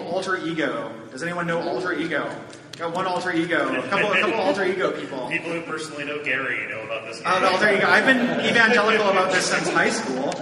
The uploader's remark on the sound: This is a live episode from the 2019 Portland Retro Gaming Expo.